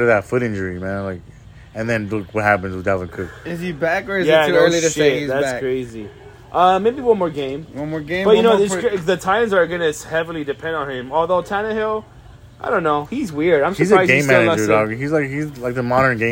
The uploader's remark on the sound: This episode is unedited and recorded on an iPhone.